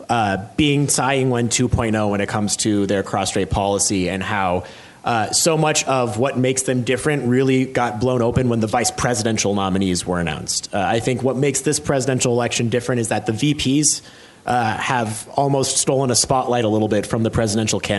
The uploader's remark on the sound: a special ICRT-TVBS World Taiwan election roundtable event recorded at the National Taiwan Normal University in Taipei